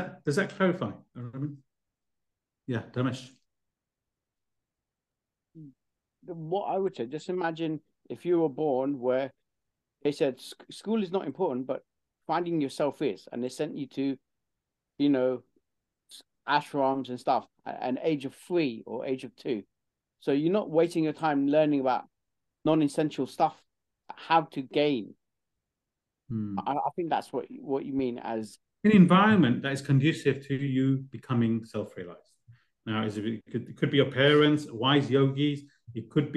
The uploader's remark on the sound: Class given virtually on the 24th of December 2023. A live recording of a Bhagavad Gita class given virtually.